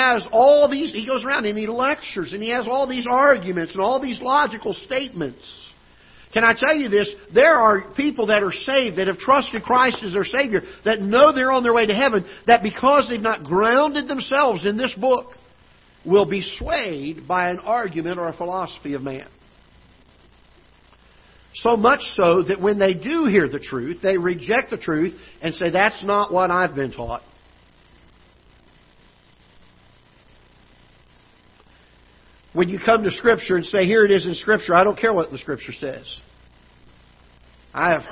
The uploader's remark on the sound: Ketha Heights Baptist Church ~ Live Broadcast